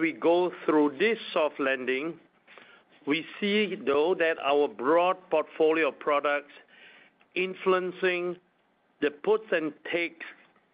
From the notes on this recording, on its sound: Q3 2023 Earnings Conference Call of Broadcom.